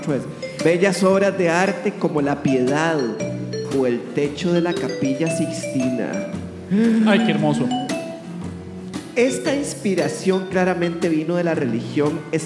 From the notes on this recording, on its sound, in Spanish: En este episodio en vivo desde Artisán Brew Pub